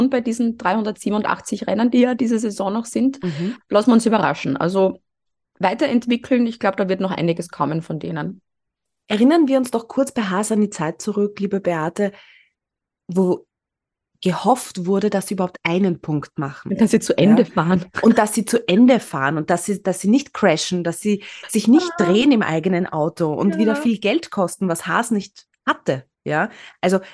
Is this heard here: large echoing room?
no